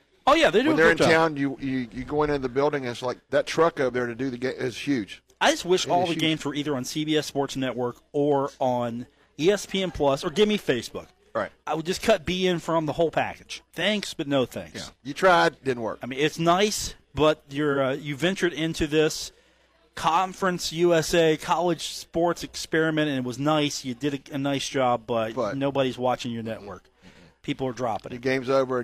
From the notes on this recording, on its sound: broadcast on the road from The Union Pub and Grill in Huntington